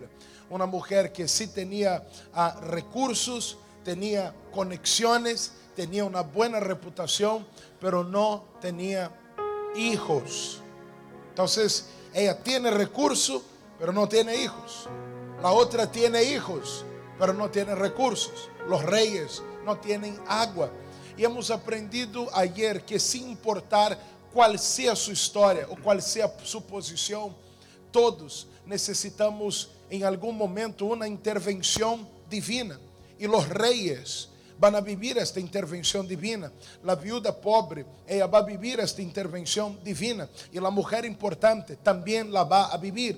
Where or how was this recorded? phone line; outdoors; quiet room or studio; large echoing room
large echoing room